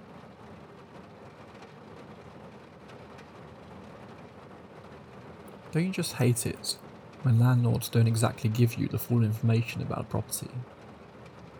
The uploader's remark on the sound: Told IN THE RAIN. The rain sounds will continue for around 10 minutes after the stories end.